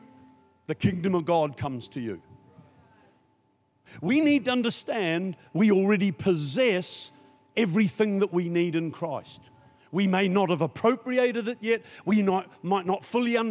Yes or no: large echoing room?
yes